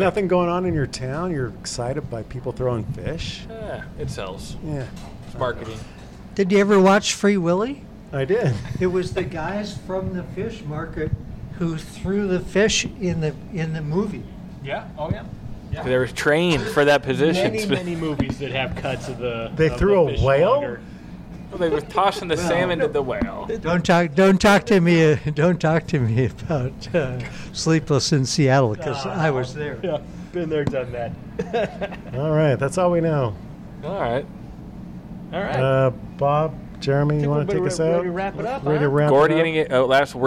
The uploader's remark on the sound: Virginia Inn in Pike Place Market. Recorded live at Virginia Inn on 04/19/2023.